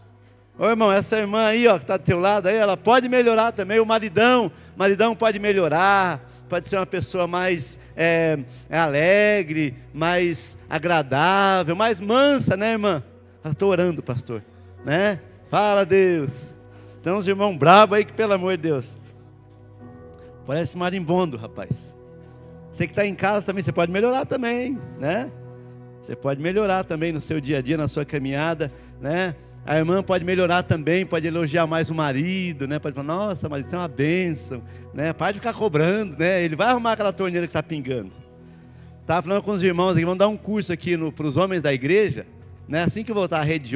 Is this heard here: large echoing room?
yes